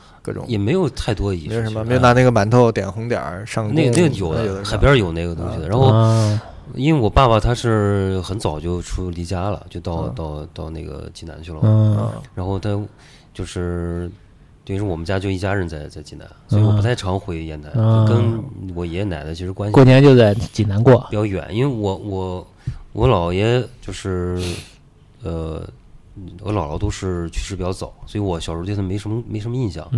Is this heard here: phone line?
no